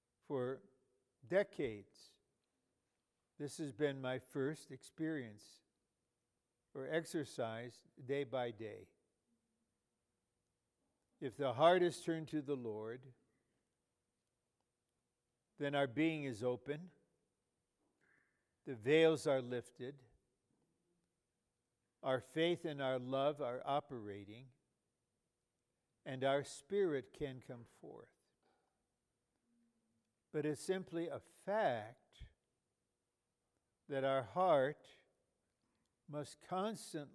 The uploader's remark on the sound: in a College Age Q&amp;R on August 18, 2018 in Calgary, Canada